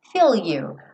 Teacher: Normalmente você já juntaria, né? Feel, tô com a língua lá no céu da boca pro L.